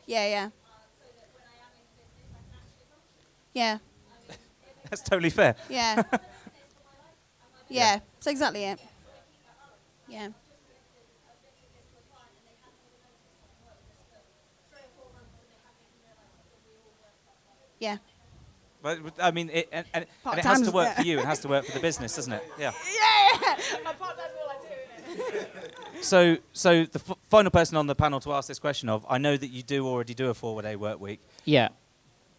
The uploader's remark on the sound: The Live Event in Brighton - The Tempest Inn